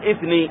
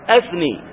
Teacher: همزته قطع، قلنا لأنه ليس من مواضع همزة الوصل، رباعي ف همزته همزة قطع، فلا تسقط في أثناء الكلام، بل تنطق مفتوحة · Shown in: second take